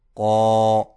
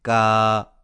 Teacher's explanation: اگر کھڑا زبر موٹے حرف پر ہو تو موٹی آواز سے پڑھا جائے گا، جیسے قو، اور اگر باریک حرف پر ہو تو باریک آواز سے